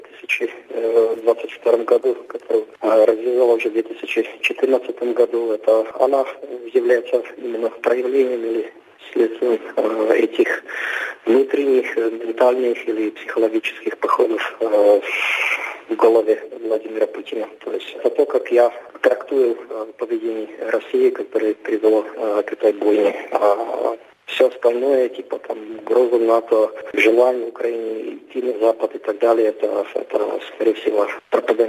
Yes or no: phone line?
yes